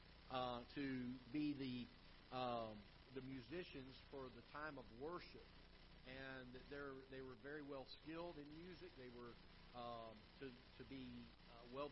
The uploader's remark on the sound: Ketha Heights Baptist Church ~ Live Broadcast